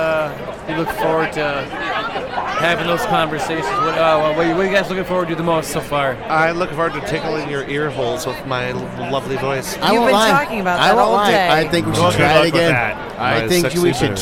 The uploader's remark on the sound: Bacon & Beer Fest. A fan that just happened to be walking by at the moment!